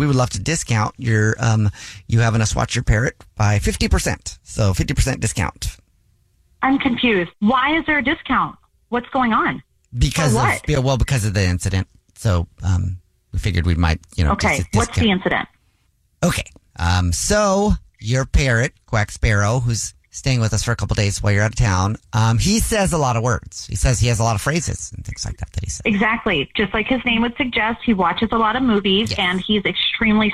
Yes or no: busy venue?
no